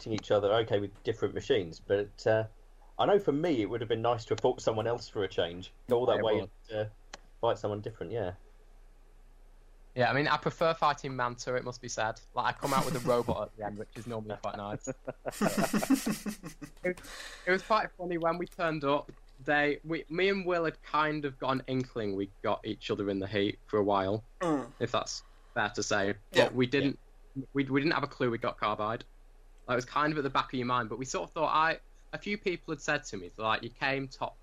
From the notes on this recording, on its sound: a difficult podcast to record due to technical issues